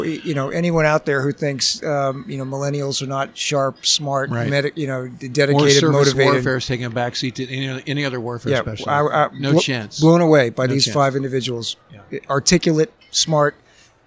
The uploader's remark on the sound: Live from the San Diego Convention Center.